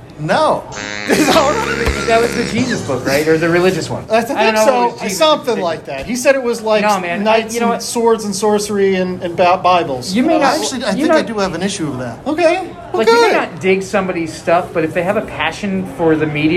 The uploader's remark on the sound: 3 Rivers ComicCon Interviews